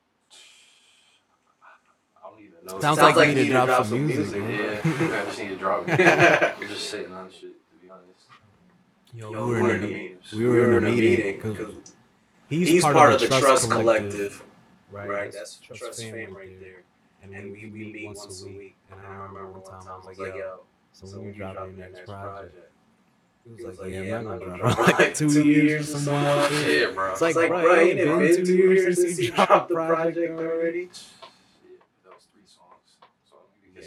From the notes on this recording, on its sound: Every audio issue imaginable. Definitely worth the watch/listen EVEN with the audio problems they encountered.